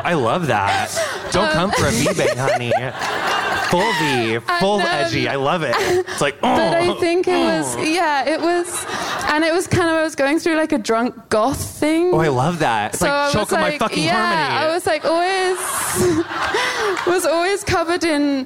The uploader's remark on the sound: Our favorite Getting Curious tapings from festivals, tour stops, and even a cruise. This week, cool down with interviews recorded live at Clusterfest and Outside Lands in San Francisco, and Vulture Fest in New York.